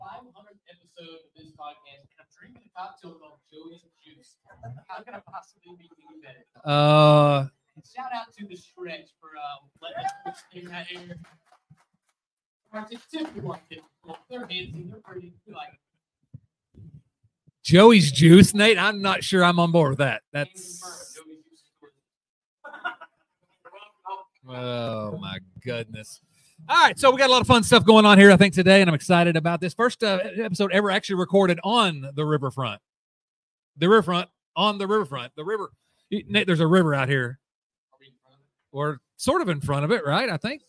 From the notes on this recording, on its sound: LIVE at The Stretch! At The Stretch just steps away from Great American Ballpark. Yes, we know there are some audio issues. Hey, we tried our best.